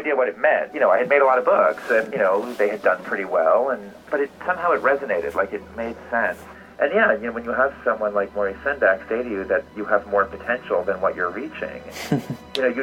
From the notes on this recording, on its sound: by phone | digital recorder